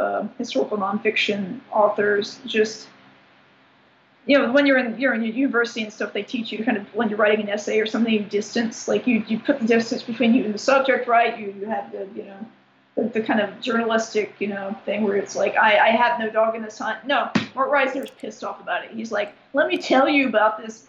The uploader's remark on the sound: fires up Skype and calls sunny New York